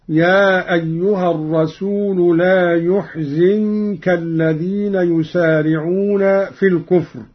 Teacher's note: قرأ قالون بضم الياء وكسر الزاي هكذا: يا أيها الرسول لا يحزنك الذين يسارعون في الكفر، من أحزن رباعيا.